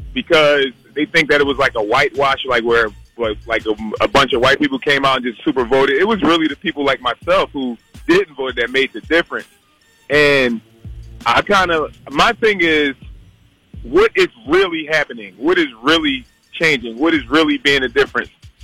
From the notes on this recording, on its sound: a friend who called